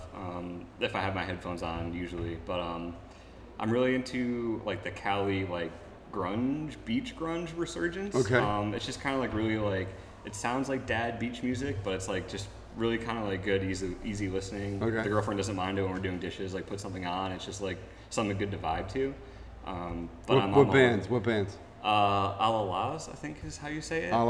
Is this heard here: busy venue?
yes